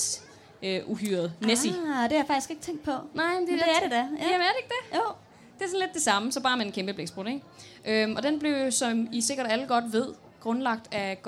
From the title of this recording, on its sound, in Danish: Liveshow fra Harry Potter Festival i Odense